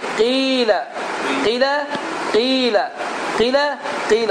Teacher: bu zaman i səsi iki hərəkə miqdarında uzadır.